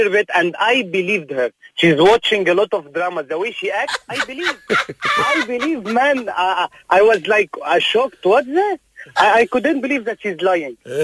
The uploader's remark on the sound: the most epic of prank phone calls